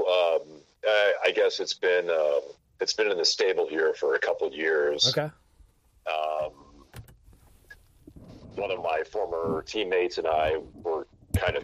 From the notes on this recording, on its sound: gets on the phone